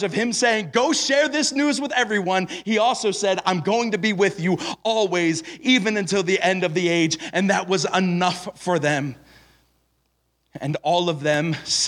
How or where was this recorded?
live audience